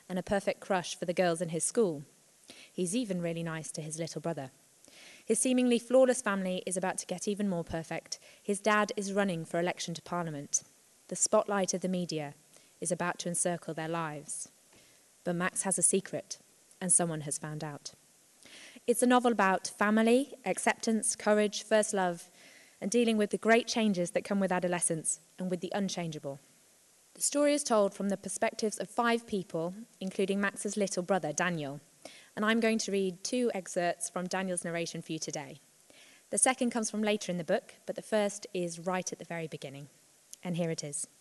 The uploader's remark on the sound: Live special recorded at the Lincoln Performing Arts Centre. In the first part of our live special recorded at the Lincoln Performing Arts Centre.